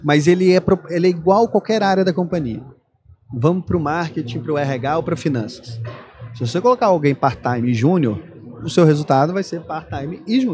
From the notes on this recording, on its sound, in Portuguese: Este episódio faz parte de uma série "pocket" gravada durante o Startup Summit 2023 em parceria com a Invisto e o Economia SC.